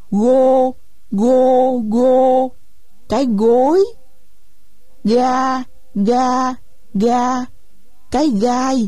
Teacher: chúng ta có thể qua âm G với vị trí như âm C, nhưng thanh quản phải rung